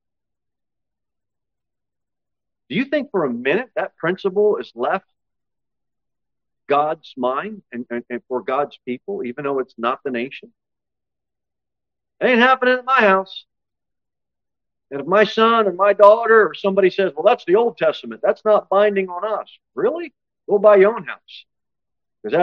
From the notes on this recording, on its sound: Sermon delivered at Pilgrim Baptist Church on Sunday, September 3, 2023, at 2-15 pm. Jere Whitson Rd. Cookeville, TN 38501.